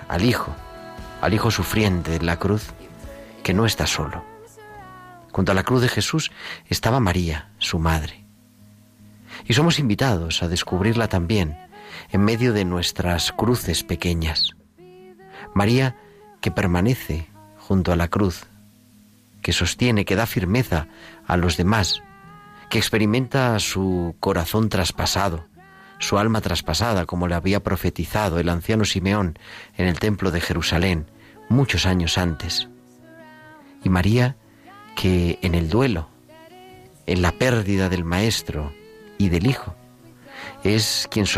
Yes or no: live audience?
no